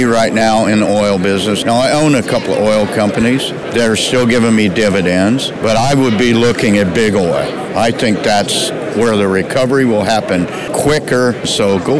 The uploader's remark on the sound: visits friends and sponsors at the Vancouver Resource Investment Conference